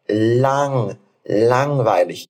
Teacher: Esse G de lang, langweilig, ele não é pronunciado.